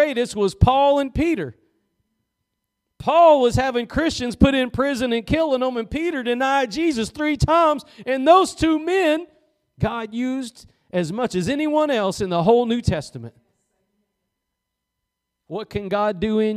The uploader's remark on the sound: Preached at Gospel Lighthouse in Bossier City, La.